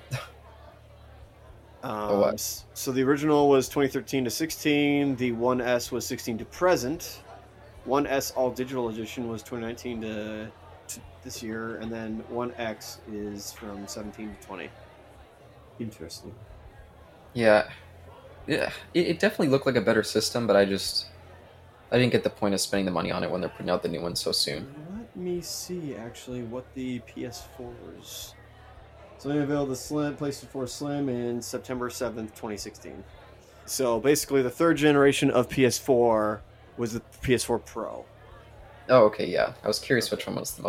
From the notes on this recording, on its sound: This discussion was recorded in front of a live studio audience on Nov.